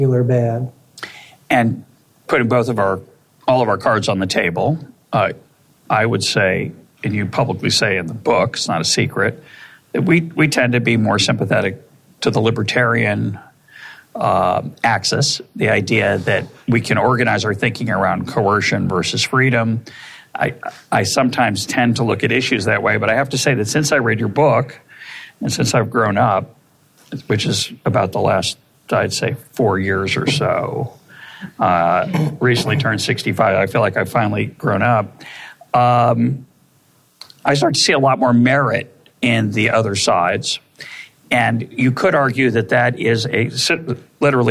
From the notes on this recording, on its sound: In front of a live audience at the Cato Institute.